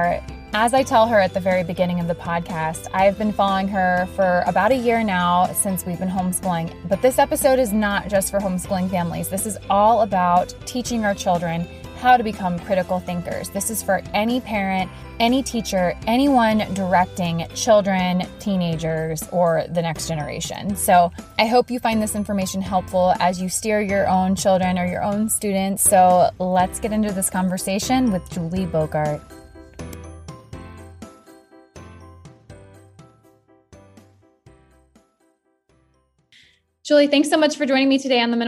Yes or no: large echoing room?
no